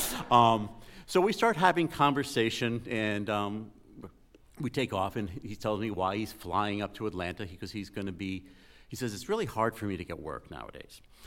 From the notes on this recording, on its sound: an entire night of live storytelling